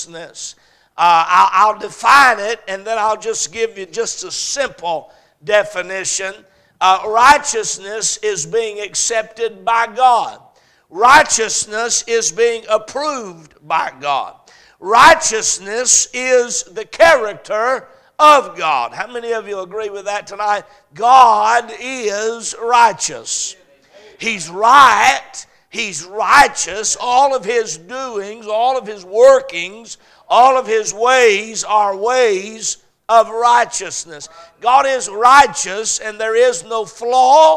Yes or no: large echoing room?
yes